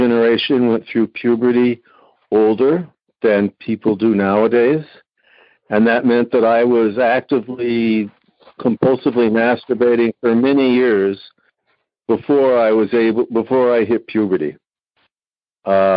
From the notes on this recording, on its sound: Noon Phone Speaker Meeting.